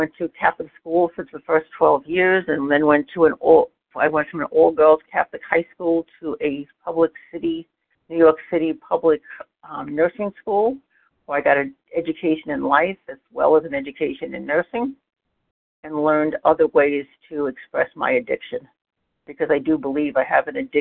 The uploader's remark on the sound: 100 Pounders Phone Meeting, 7/18/23